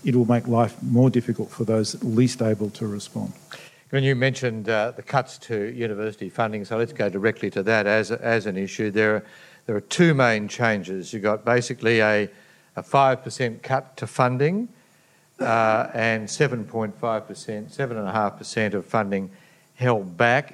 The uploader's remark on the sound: The Policy Shop podcast and the Grattan Institute co-hosted a special Policy Pitch event at the State Library Victoria. This recording has been edited for duration.